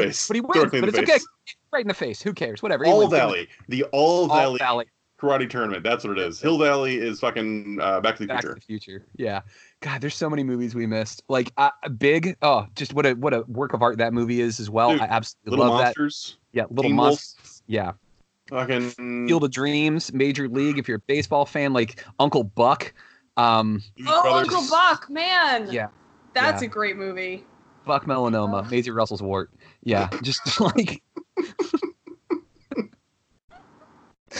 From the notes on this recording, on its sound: via Skype